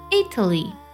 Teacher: 比如说国家名意大利，那么它的重音呢是在首字母 I 上